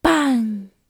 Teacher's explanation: Mid low pitch. Breathy.